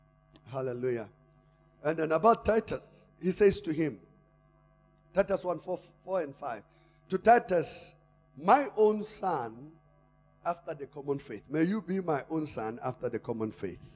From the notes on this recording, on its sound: Service: Church Growth Conference Day 2 (Session 1). Campus: Arcadia Campus.